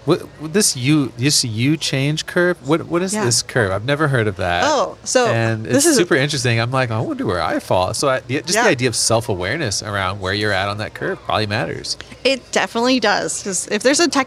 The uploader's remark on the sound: LIVE from Pittsburgh MiniCon